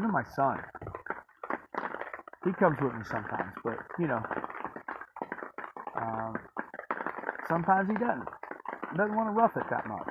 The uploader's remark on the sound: Sorry for the sound, it's terrible